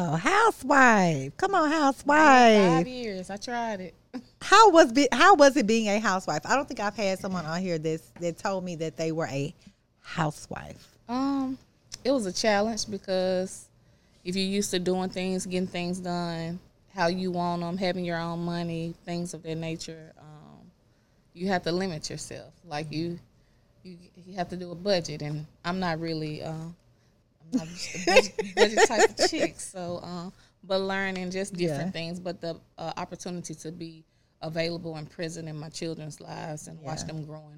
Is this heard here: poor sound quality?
no